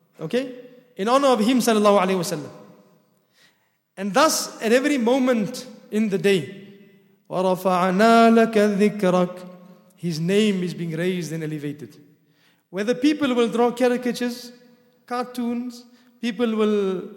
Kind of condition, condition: setting, large echoing room